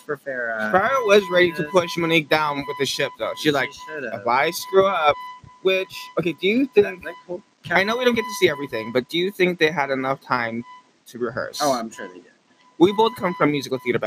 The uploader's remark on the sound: Still some mic problems but we push thru.